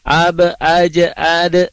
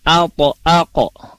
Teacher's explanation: Kalau huruf ba, jim, dalnya dipantulkannya itu tipis. Kalau huruf po dan huruf kof itu dipantulkannya tebal. Jadi, alpo, alko.